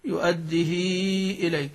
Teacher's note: وإن كان الأصل يعني بالنسبة للقراء جميعا أن توصل كما قرأ حفص يؤديه إليك، لكن بعض القراء اختلفوا، فبعضهم قرأ بالاختلاس أو بالقصر يؤديه إليك، وبعضهم قرأ بالإسكان يؤديه إليك، وبعضهم قرأ ب يؤديه إليك بإشباع الصلة يعني بالمد